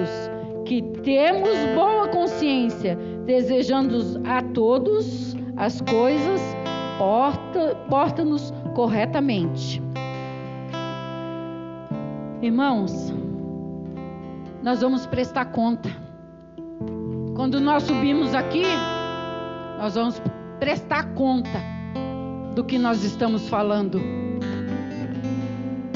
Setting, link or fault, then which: setting, large echoing room